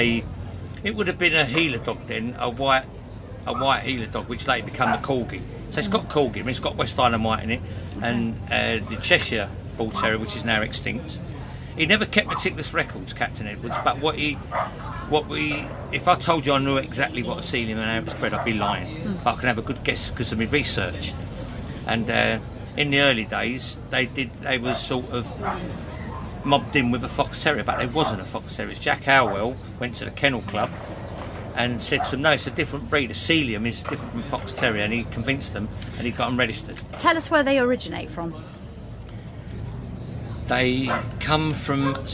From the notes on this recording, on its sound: Recorded at the Game Fair 2023 at Ragley Hall